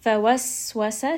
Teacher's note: sin is going to have safir. It has a little bit of that whistle.